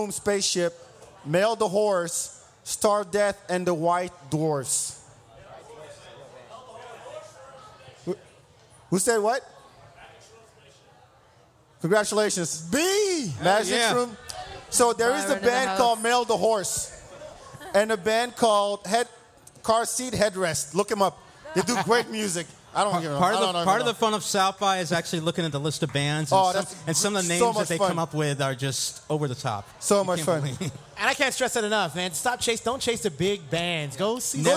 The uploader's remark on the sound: SXSW 2016 Preview Live at Rattle Inn.